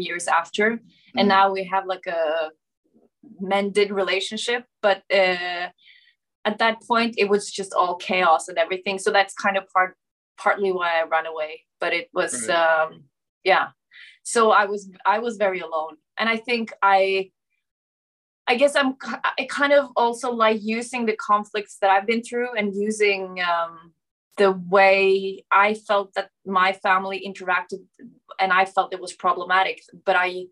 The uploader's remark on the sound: Shot via Zoom, January 2022